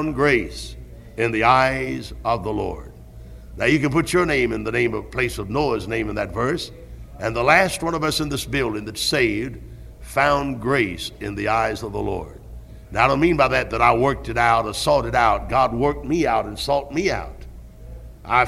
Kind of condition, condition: setting, large echoing room